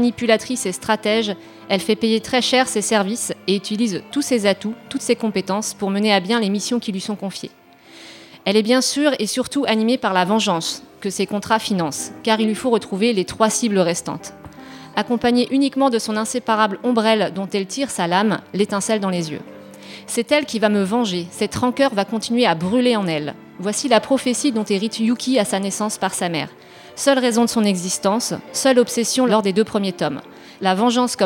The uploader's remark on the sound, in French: L’émission qui parle de BD sur les ondes de Timbre FM sur le 106.6. Car elle a été faite en direct et en public le samedi 26 mars 2022 lors de la deuxième édition de FORMATS à AUGAN !